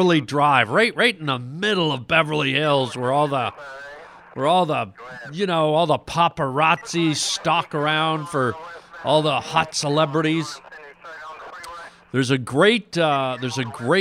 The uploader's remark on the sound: listener phone calls!